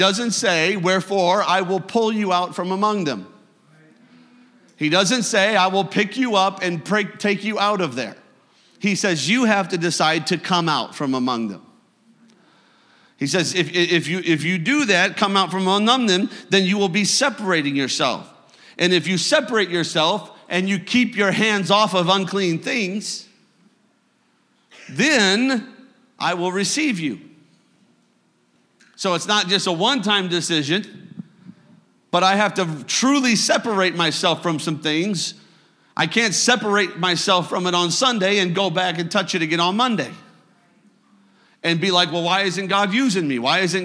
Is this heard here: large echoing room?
yes